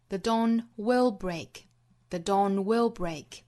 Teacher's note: 我们把 will 这个词重读